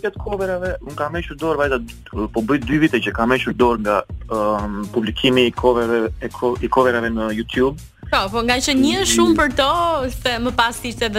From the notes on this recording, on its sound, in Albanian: Në një lidhje telefonike në emisionin Lancio.